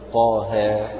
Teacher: طا هذا مد طبيعي، وها مد أيضا طبيعي، ويمد كل منهما بمقدار حركتين، ويسمى حرفيا طبيعيا لأنه في فواتح السور. · Term: مد حرفي طبيعي